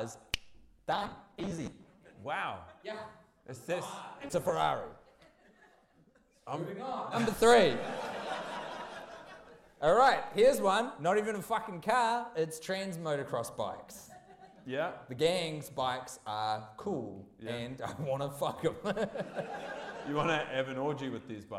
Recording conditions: live audience